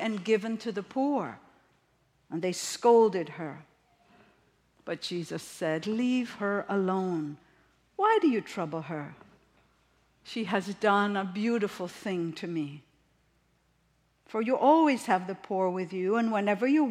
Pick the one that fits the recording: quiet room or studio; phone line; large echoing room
large echoing room